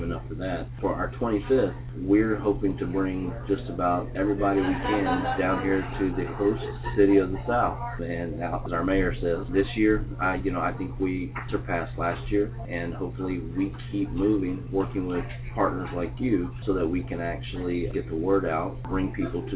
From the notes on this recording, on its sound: At the 2013 National Youth at Risk Conference in Savannah, Georgia.